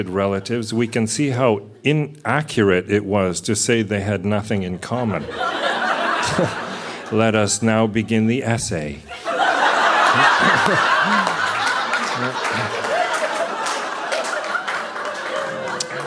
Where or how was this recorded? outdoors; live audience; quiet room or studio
live audience